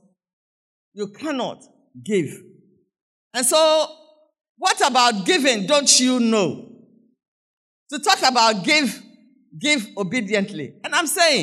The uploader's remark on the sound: Sermon preached at CBC Shiashie Campus